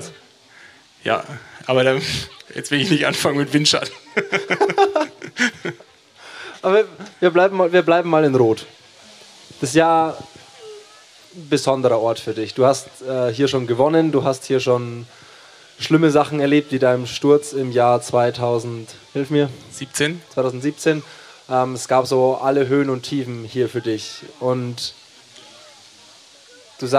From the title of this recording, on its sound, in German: LIVE vom Challenge Roth